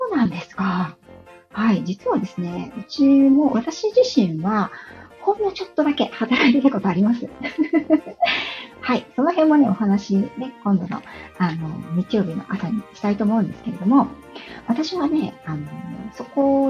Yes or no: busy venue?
no